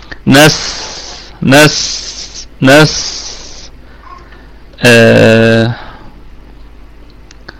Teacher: نستعين، نستعين الكلمة كلها مرققة، والنون في اقل درجات الغنة لانها مفتوحة، والسين ساكنة نراعي فيها صفة الرخاوة والهمس